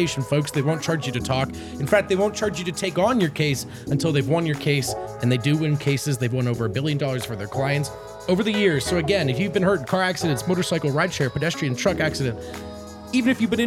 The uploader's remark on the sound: come to you LIVE from the DNVR Bar